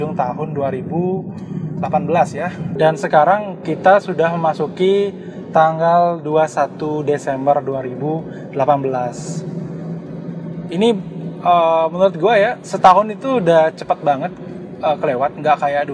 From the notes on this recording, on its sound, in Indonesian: maaf suara gw kurang jernih karena gw rekam podcastnya lagi di jalan sambil nyetir